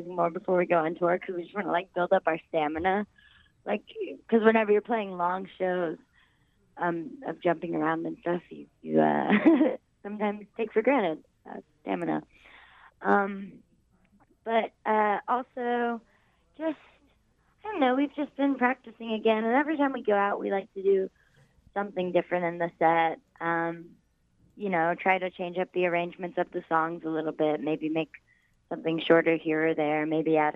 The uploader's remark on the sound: by phone